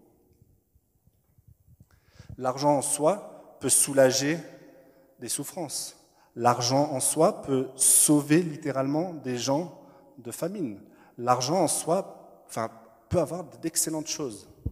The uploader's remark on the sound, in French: Enregistré à l'église CVV, le 07/02/2021